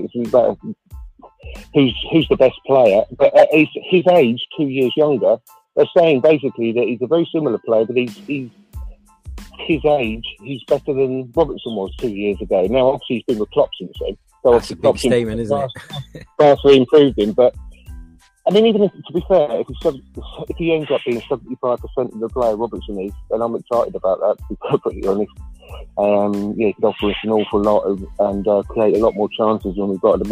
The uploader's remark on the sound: This is a very interesting episode made up of my appearances on the brilliant "Fans Phone In"